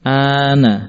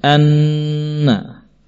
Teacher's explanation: Kalau kita urutkan atau kita bandingkan ana dengan anna. Kelihatannya enggak sebanding. Ya. Lebih lama nun tasydidnya. Ya. Ana, ini hamzah dua harakat, ya.